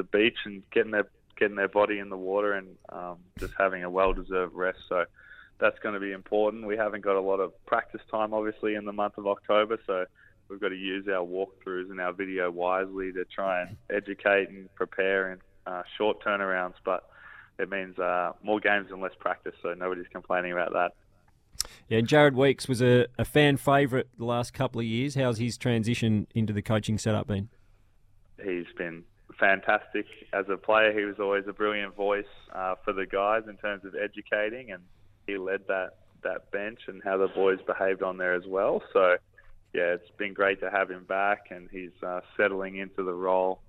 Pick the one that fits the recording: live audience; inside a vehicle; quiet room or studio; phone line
phone line